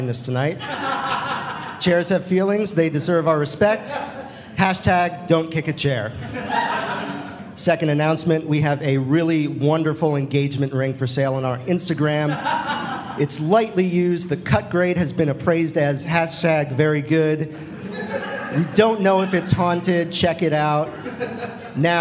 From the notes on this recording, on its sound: LIVE from Dallas. This week we bring you a very special live episode from the Dallas Comedy Festival!